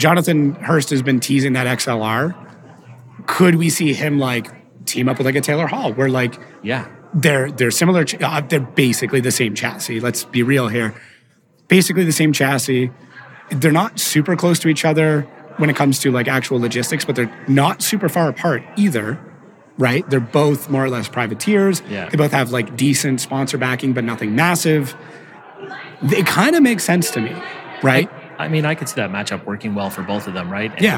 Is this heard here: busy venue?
yes